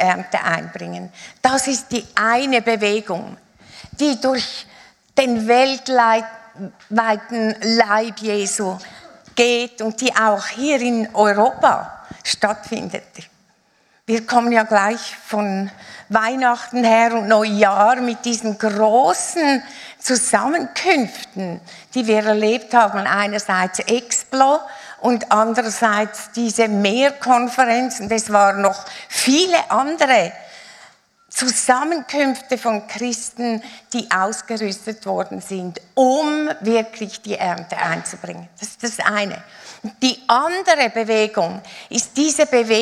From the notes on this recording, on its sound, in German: Live aus Winterthur der Dienstagsgottesdienst